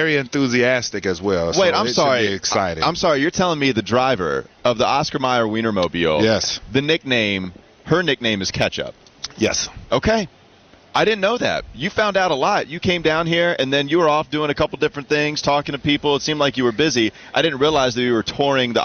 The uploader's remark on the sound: live from the Charlotte Auto Show